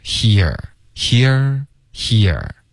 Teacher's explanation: 直接从一个叹气的进入到一，he，然后舌头再降下来往后卷，here · Term: 滑动